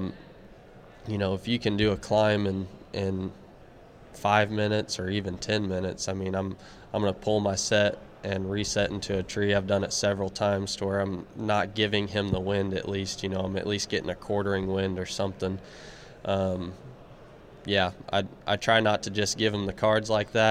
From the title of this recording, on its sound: A "Killer" Q & A at The Mobile Hunters Expo